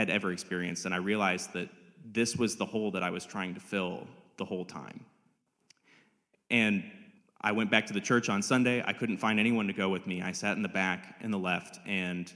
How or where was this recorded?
large echoing room